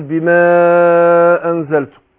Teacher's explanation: الالف مرقق عشان قبله حرف مرقق